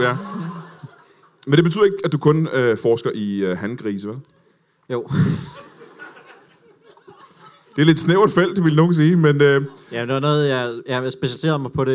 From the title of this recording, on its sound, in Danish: LIVE fra Comedy Zoo Aarhus